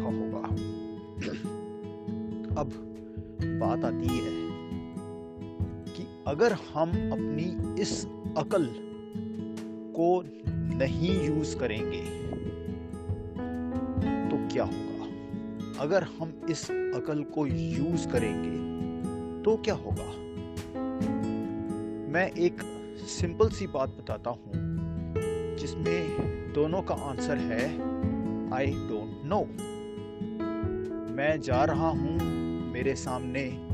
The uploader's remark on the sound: This episode was recorded while walking on a local street; please excuse the background noise and short breath.